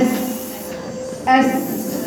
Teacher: بس الصفير اللي في السين هو اللي خليها سين